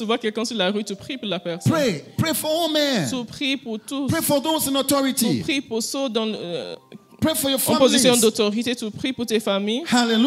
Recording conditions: large echoing room